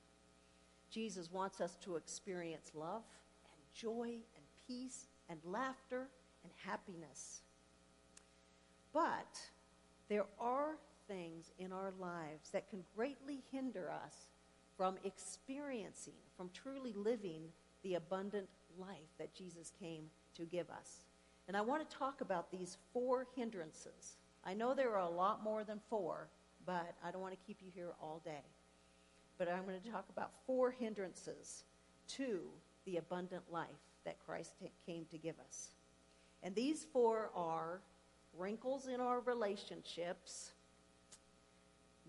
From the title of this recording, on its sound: Woodland Life Church Live - 2022/06/26 - Audio